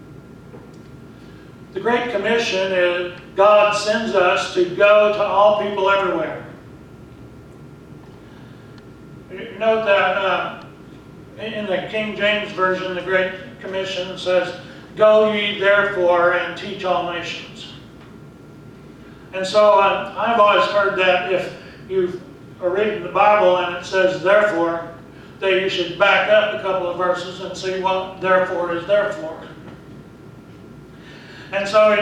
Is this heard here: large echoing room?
yes